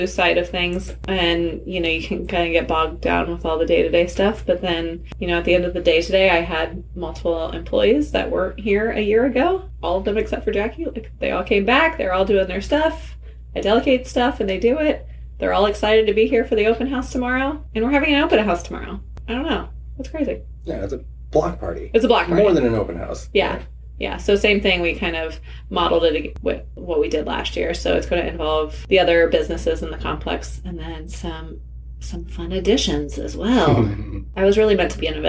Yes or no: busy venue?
no